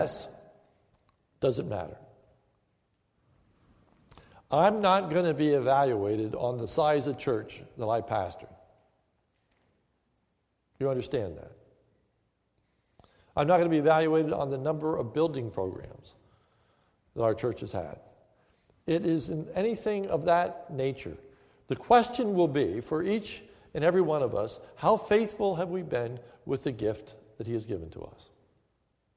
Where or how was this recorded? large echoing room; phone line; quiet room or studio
large echoing room